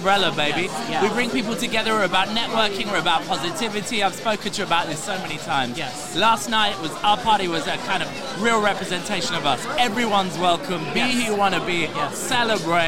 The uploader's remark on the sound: We finally made it to our very first LIVE broadcast and what better place to do it than from the Prowler European Porn Awards 2019 at Fire in London. Were there on the Red Carpet interviewing the biggest names in the Porn Industry then again Stage side where the action was for Awards.